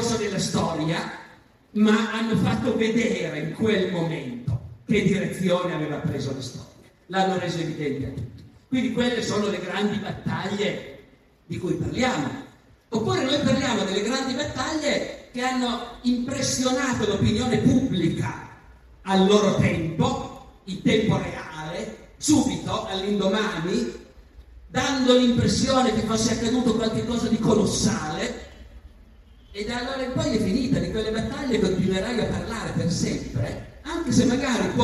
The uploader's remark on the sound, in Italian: Salone del Libro di Torino. Audio registrato in presenza.